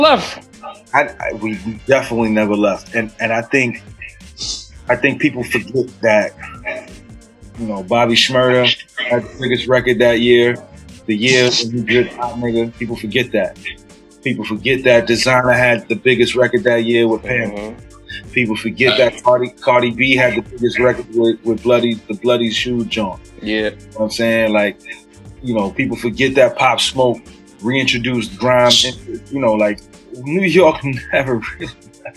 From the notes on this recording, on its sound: Joins The Rap Roundtable Via Zoom For An In Depth Interview.